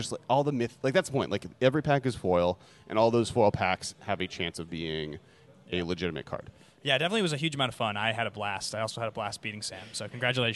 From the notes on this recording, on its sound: Coming to you live(ish) from Hi De Ho Comics in Santa Monica